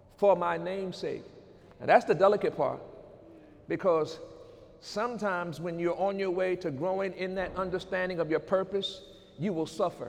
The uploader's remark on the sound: During Sunday morning service on December 2, 2018